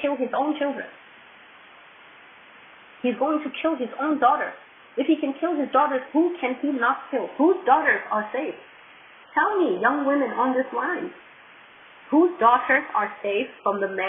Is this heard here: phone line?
yes